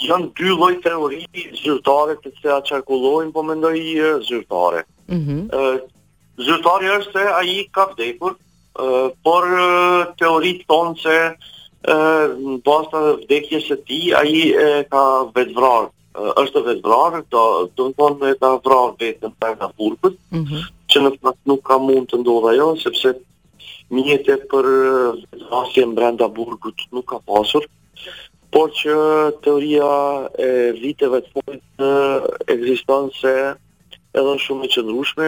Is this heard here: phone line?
yes